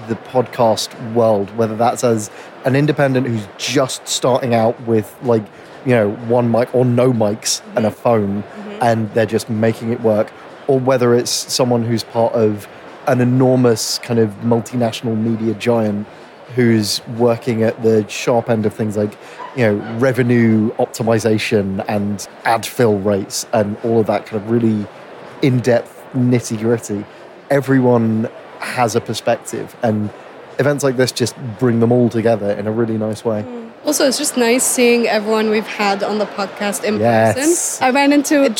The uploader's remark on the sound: Last week saw thousands of podcast industry figures descending on Islington’s Busines Design Centre for The Podcast Show 2023. Hitting the show floor to talk to key attendees.